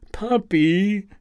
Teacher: she says it with the second syllable hanging down in distress